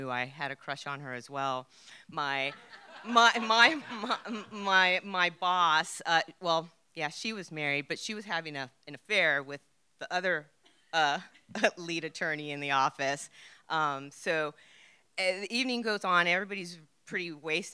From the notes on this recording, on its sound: recorded in front of a live audience at Provincetown Theater on December 14, 2019